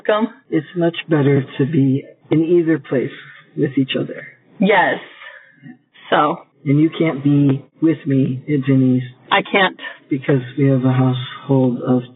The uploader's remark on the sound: Audio quality was a challenge this week.